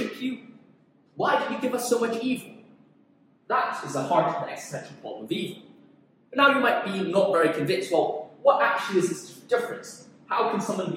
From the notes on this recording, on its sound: Apologies for the poor audio, I was recording this in another room to use the whiteboard!